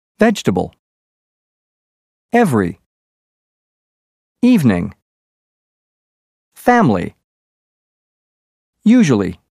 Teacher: For example, vegetable, every, evening, family, usually. The second E in vegetable, every, and evening are dropped, as is the I in family, and the second U in usually. The word comfortable not only loses the O, but some of the letters are rearranged when the word is pronounced in relaxed speech.